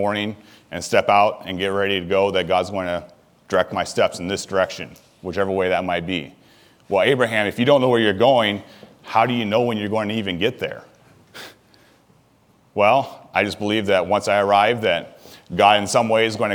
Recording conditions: large echoing room